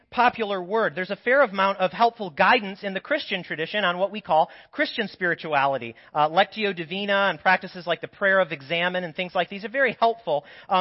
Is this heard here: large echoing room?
yes